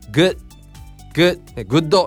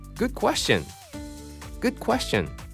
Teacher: good の D は次の question の、まあ、発音で言うところのこのくけっていう記号だよね。くっとぶつかるので、消えて小さいつみたいに食べるね · Shown in: second take